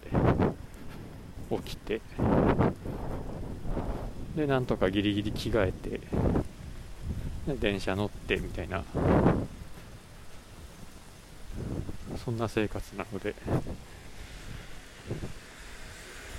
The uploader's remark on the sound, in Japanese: レンタカーで録音してみた